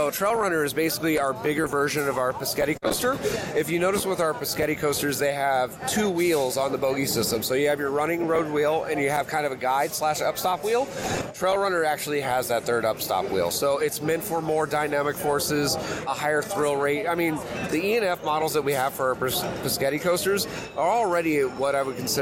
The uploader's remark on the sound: IAAPA Expo 2023. Updates from the Show Floor.